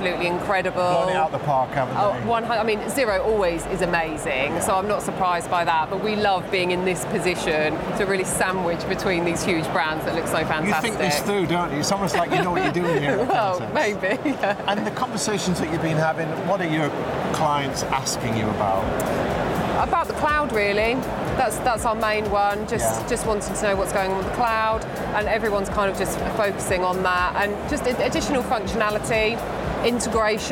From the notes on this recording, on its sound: Live from Europe's Biggest Event 'Accountex'. A series of live interviews from Accountex 2022 in London recently. Enjoy the live buzz of the event!